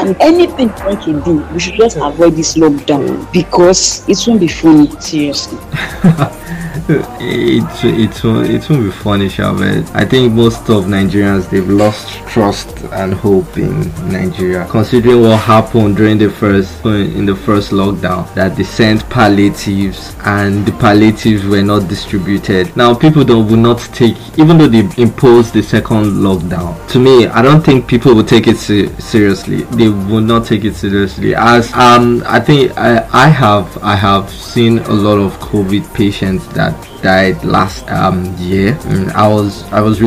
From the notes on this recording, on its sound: I was bored and alone at the bar, so decided to connect with a lovely friend in Lagos. Hit the record button while tipsy.